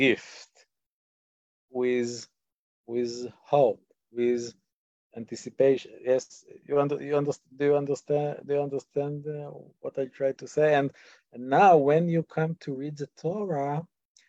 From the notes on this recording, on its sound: In this online class. This audio was originally captured from Zoom.